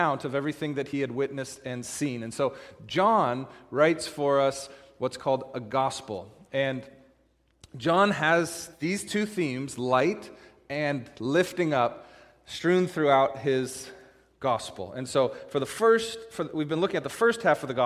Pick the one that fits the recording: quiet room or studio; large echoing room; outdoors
large echoing room